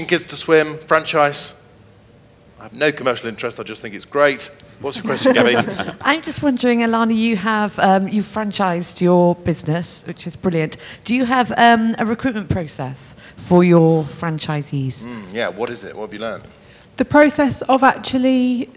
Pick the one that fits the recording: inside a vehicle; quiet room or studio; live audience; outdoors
live audience